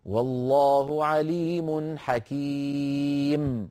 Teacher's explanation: والله عليم حكيم، ولا أقول حكيم، هذا التنوين في الوقف يحذف